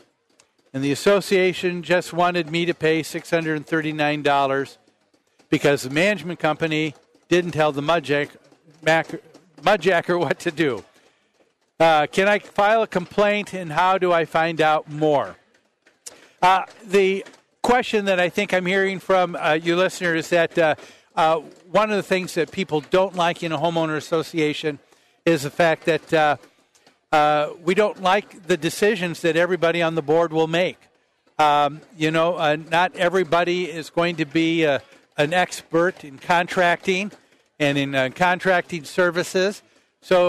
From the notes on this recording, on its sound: Live at the MN State Fair